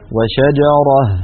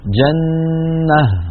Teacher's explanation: في الوصل هي تاء وعند الوقف هي هاء · Term: هاء تأنيث